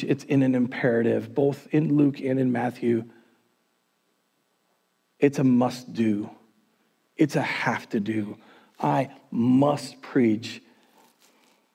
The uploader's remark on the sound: Recorded on January 31, 2021 at Word of Life Church in Le Sueur, MN.